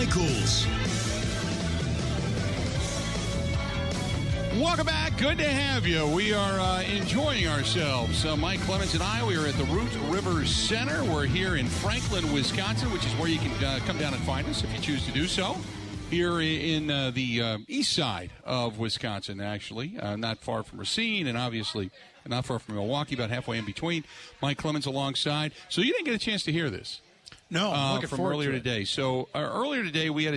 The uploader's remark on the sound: live from the Root River Center in Franklin